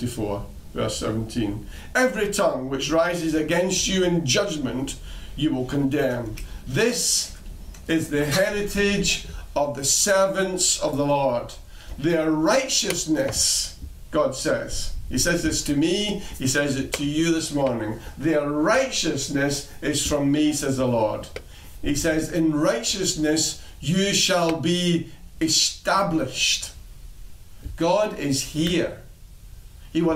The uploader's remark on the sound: Recorded at freedomcentre church, Preston